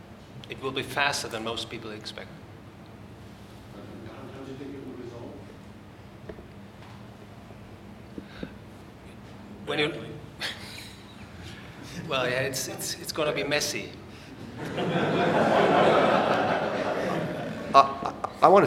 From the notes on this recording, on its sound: This panel discussion is from the 2012 meeting of the Property and Freedom Society